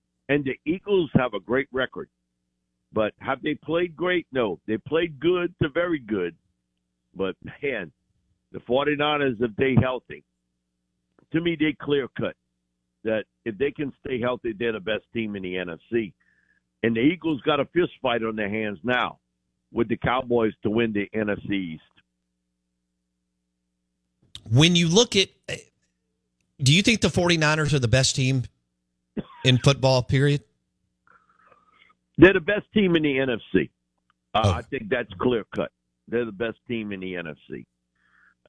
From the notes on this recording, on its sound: Joins the show on the Farm Bureau guest line talking about all things NFL live in the BankPlus Studio.